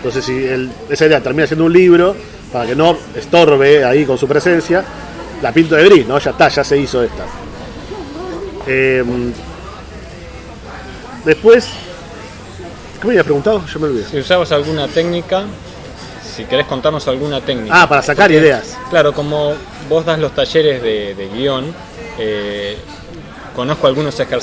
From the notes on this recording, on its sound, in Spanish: En la Gcomics Meetup #15